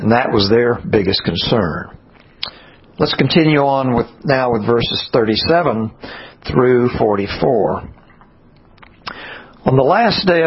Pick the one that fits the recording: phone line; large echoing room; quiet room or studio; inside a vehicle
large echoing room